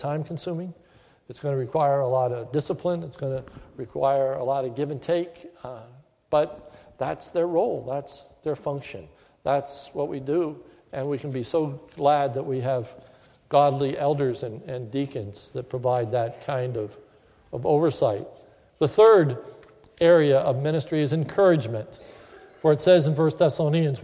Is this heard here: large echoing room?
yes